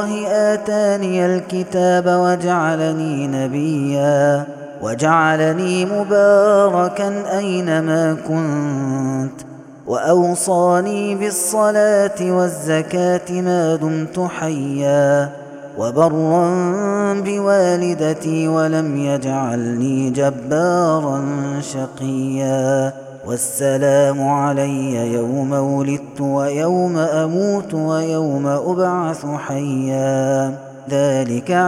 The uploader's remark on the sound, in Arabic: هذا التسجيل من صلاة التراويح. Ramadan 2021.